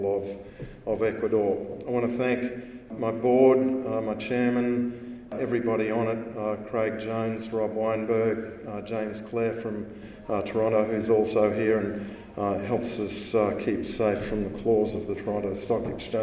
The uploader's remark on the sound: This podcast was recorded live at The Northern Miner's Canadian Mining Symposium held at Canada House at Trafalgar Square in London, U.K., in late May 2019.